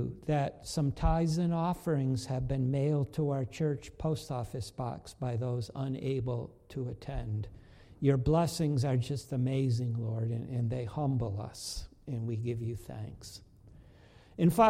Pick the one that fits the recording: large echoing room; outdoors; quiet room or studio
large echoing room